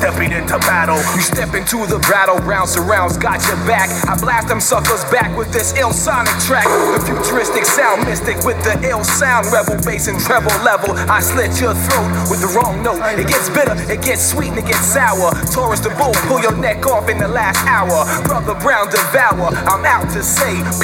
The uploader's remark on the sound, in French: Réalisé en direct au Marché Off Place Grimmeissein. À l'occasion de l'émission en collaboration entre Radio en Construction (Artefact) et Radio RBS.